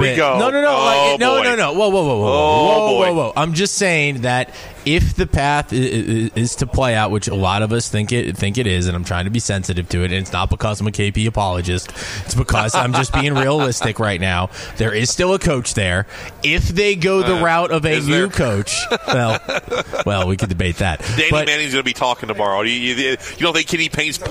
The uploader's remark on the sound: Broadcasting live from BW3s on Westport Road!